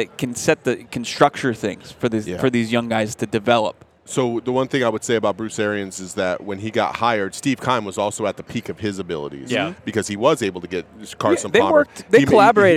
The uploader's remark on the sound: LIVE from Radio Row